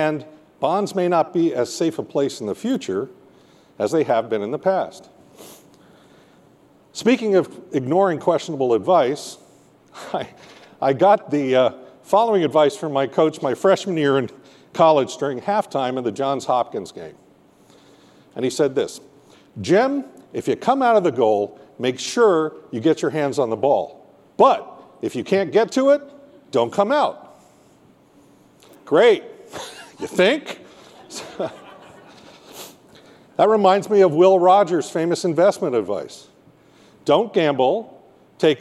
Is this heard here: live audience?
yes